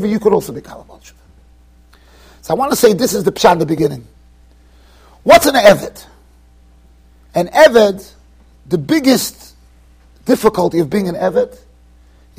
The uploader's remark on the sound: Shiur recorded in Yeshivas Ohr Reuven, Monsey NY.